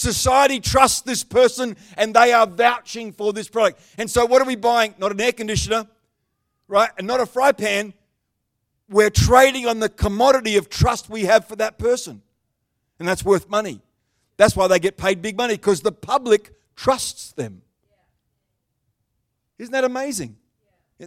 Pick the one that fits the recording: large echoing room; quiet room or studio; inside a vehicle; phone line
large echoing room